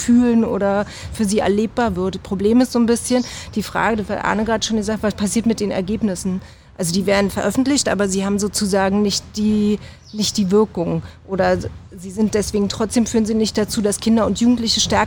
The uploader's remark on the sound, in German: Radio-Demokratiekonferenz. Es wird außerdem eine Straßenumfrage und eine Podiumsdiskussion von unseren Kolleg:innen vom Willkommensbüro InteraXion zu hören sein.